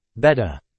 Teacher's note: the New York City accent also drops the R at the end of syllables or words, resulting in phrases like betta.